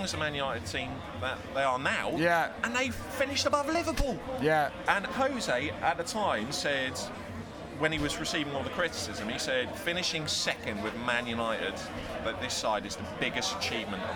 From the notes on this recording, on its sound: Live from the game.